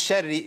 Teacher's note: انت بتفخم عشان الراء، والراء عندي مرققه · Term: الراء مرققه